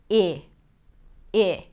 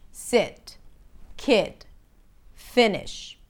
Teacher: The lax I happens where you drop your jaw a little bit, the tongue lowers and the lips relax, I, I. It's more open, I.